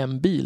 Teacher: Om vi tar till exempel orden en bil sätter man ihop det, de flesta säger inte en bil även om ni tror det, utan de flesta säger en bil med ett m-ljud istället för ett n-ljud